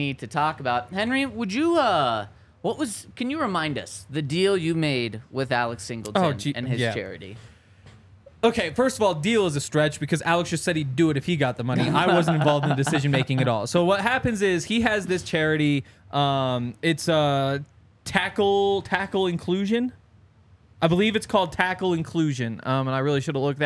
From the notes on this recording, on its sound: coming to you LIVE from the DNVR Bar